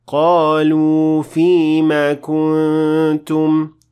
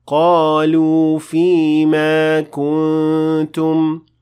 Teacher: the fatha on top of fima was extended more than it should, which resulted in making it sound like there is an alif at the end of it · Shown in: second take · while there isn't.